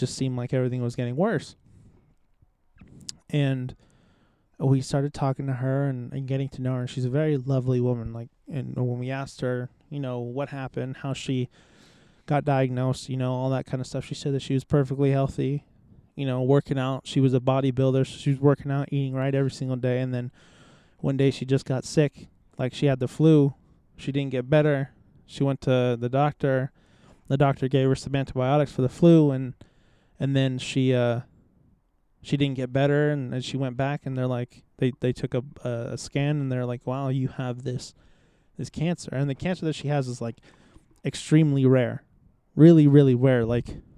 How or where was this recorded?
outdoors